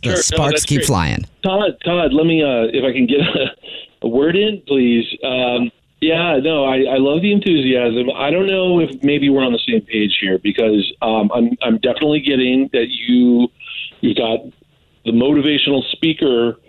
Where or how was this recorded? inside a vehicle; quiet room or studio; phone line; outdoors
phone line